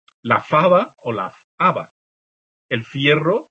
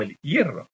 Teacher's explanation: O también se conserva la F inicial, al igual que pasaba en el asturleonés. · Shown in: first take